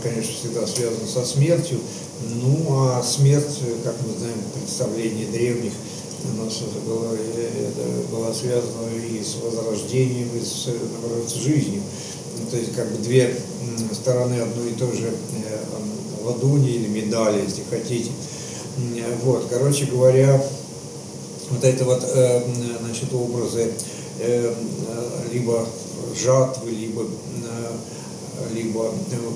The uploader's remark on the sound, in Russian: Приносим извинения за качество звука: запись велась в живой рабочей обстановке.